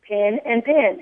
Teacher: the word pin and pen, P-I-N and P-E-N, most of the Southerners say it the same way, pin and pin.